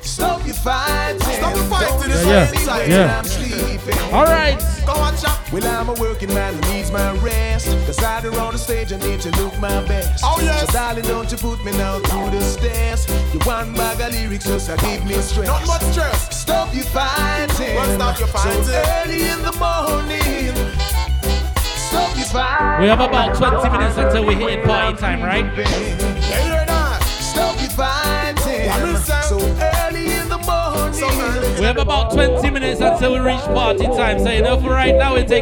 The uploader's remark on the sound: Live set recording from MMP - Sip & Brunch